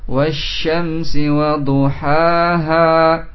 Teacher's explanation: Wasyamsi, yang masuk pada shin dengan lebur lamnya